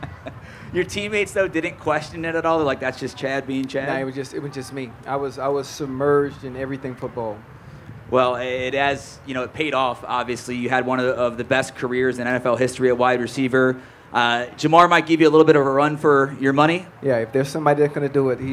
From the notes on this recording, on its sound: live at the Kroger Wellness Festival